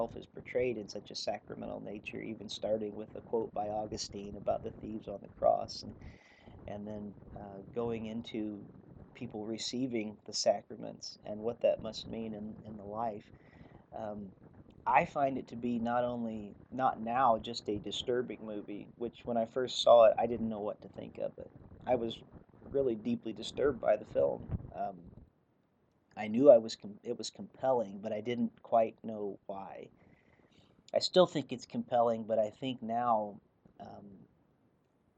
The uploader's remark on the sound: The audio on today's episode turned out to not be great. I'm not sure why there is so much background noise on the audio but given the nature of the episode I couldn't rerecord it so it is what it is.